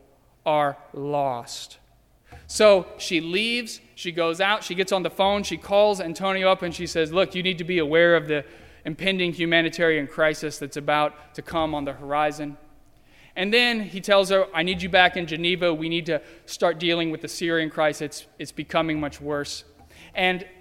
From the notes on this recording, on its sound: During the Heritage service (11:00 am). At First Presbyterian Church of Arlington Heights, Illinois.